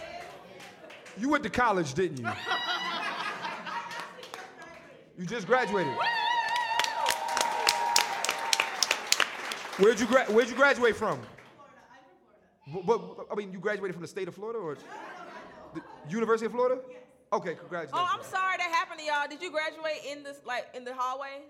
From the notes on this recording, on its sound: New York City Live Podcast